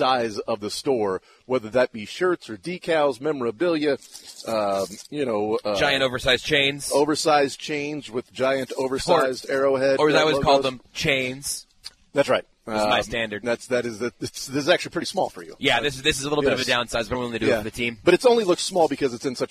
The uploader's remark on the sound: LIVE from Rally House in the Northland.